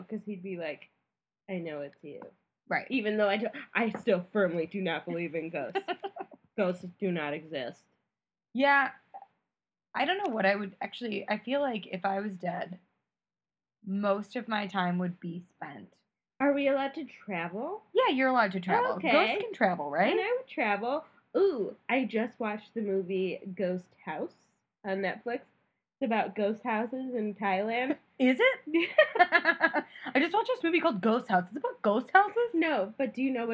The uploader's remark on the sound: some wonky audio